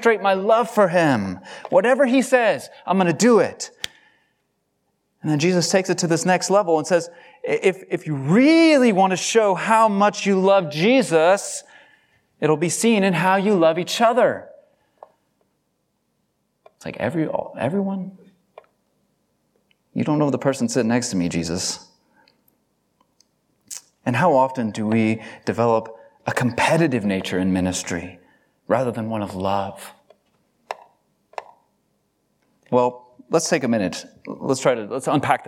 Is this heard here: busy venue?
no